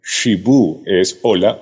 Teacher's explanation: La che en lengua muisca se pronuncia con la lengua hacia atrás.